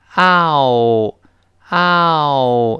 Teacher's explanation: 双元音嗷是先发单元音啊，然后滑翔单元音哦